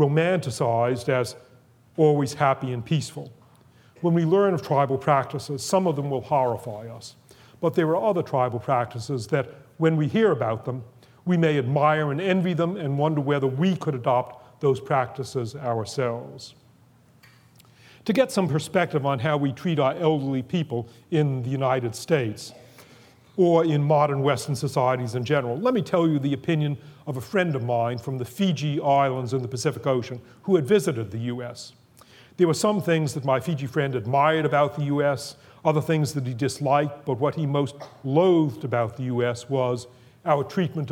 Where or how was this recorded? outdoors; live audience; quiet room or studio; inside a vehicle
live audience